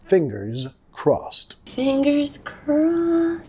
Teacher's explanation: Crossed, ed pronunciado como una T